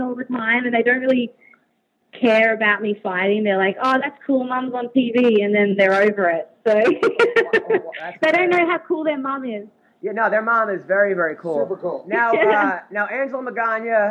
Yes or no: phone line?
yes